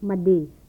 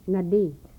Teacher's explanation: The bilabial nasal contrasting with the velar nasal